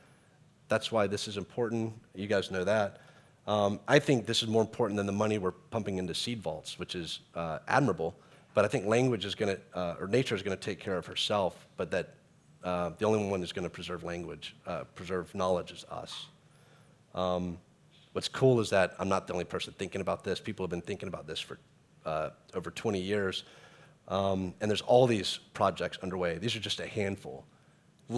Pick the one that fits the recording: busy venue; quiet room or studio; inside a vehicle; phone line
busy venue